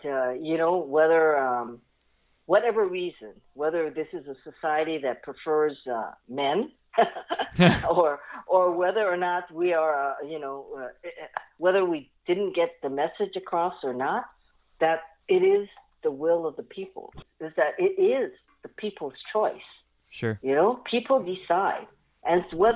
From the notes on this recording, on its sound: hop on the phone